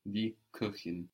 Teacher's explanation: the CH is softer again with the O with the umlaut